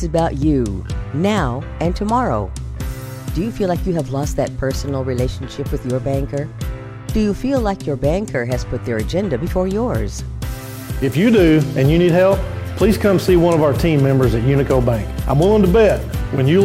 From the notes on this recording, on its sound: Was a Free For All Friday LIVE from Mabry Smokehouse!